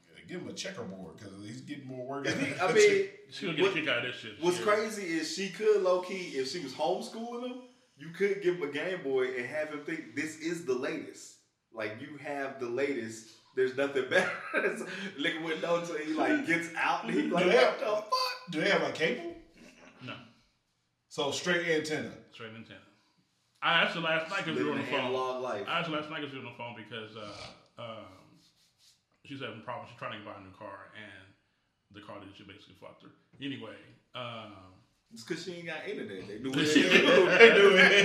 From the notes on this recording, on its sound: We had some audio issues in this joint. Basically down to one mic but we powered thru.